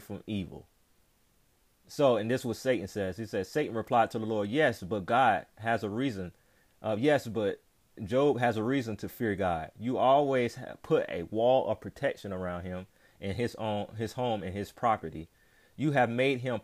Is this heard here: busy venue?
no